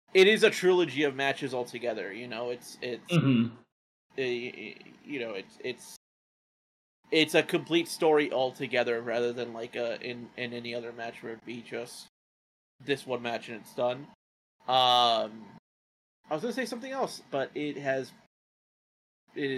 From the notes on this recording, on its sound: Audio issues galore!